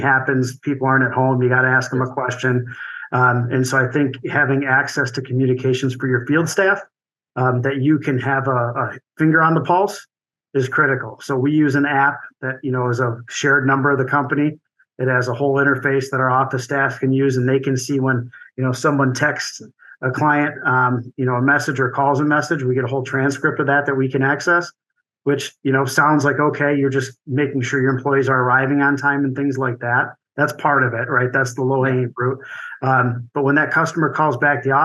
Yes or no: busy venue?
no